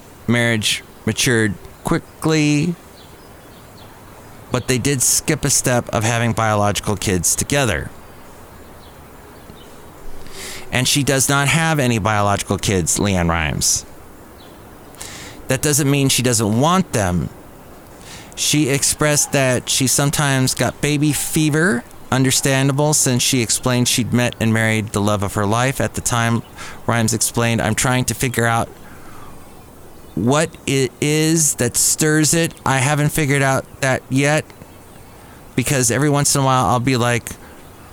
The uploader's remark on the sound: podcasts live from Café Anyway